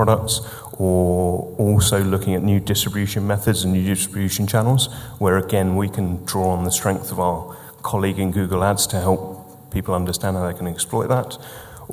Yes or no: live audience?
yes